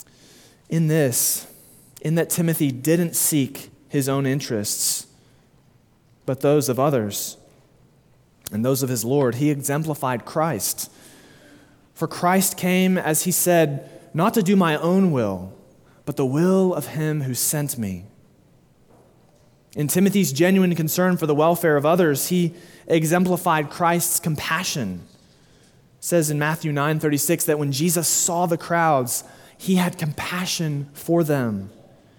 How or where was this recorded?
large echoing room